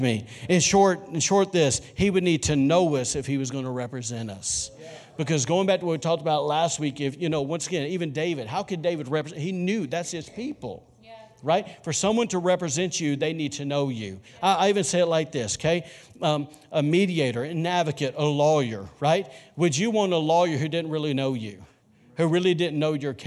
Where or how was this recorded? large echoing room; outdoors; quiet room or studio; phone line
large echoing room